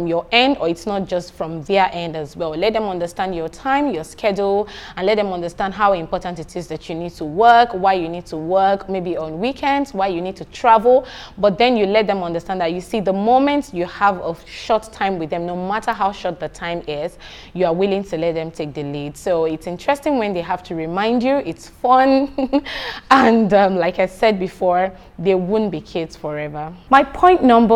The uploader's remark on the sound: This is a workshop for parents and teachers at the 3rd Akada Children's Book Festival.